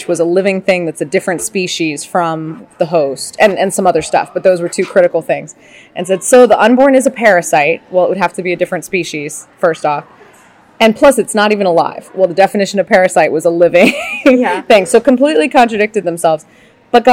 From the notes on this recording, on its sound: interviews attendees of the Pro-Life Women's Conference in New Orleans.